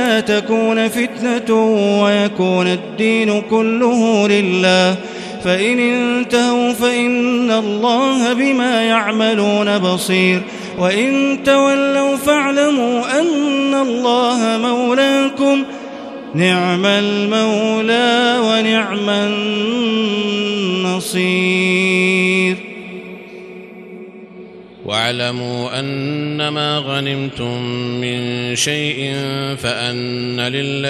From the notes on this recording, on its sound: This is Live Recitation from Masjid ul-Haram in Al-Makkah Al-Mukarramah, 1440 H.